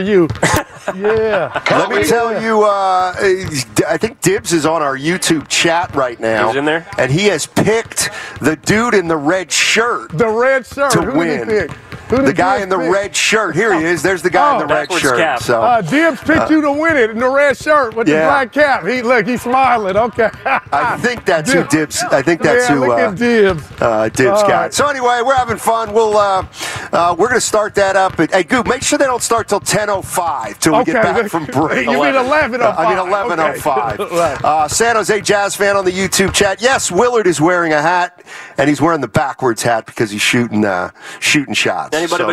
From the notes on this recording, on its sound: live from the Chase Center